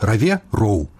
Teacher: беларускі гук «в» лёгка пераходзіць у паўгалосны гук «у» нескладовае